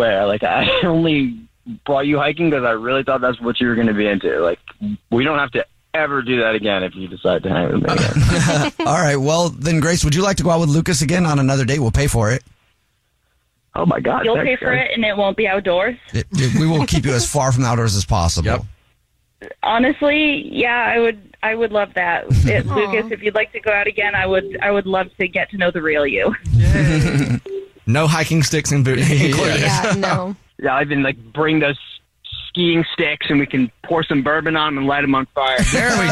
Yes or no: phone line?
yes